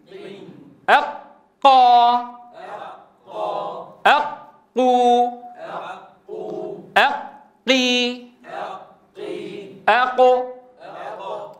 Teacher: القاف يخرج من أقصى اللسان مع ما يحاذيه من الحنك اللحمي